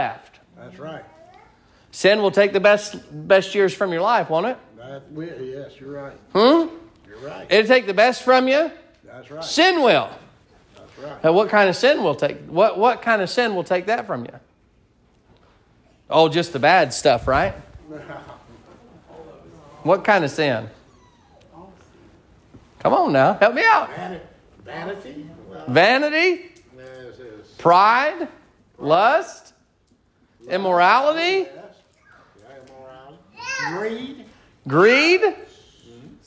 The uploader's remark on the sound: Sermon preached at Mid County Baptist Church